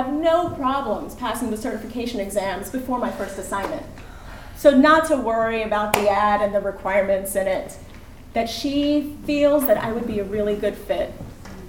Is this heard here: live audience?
yes